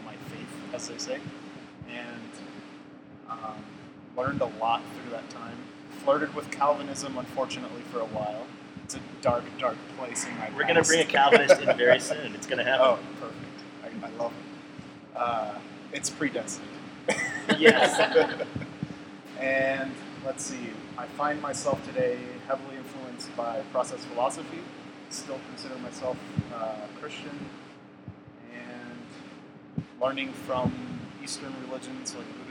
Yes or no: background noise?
yes